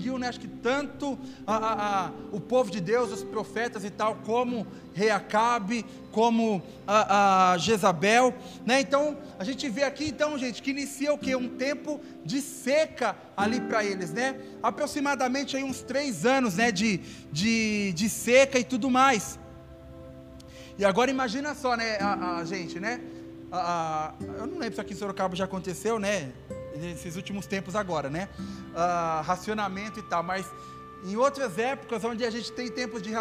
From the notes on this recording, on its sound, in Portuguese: Áudio do Culto de Domingo do dia 12/12/2021.